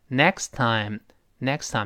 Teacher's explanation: next time 就下一次后面那个 t 失去爆破了，因为 time 又有别的辅音了，next 这个 t 就不爆破了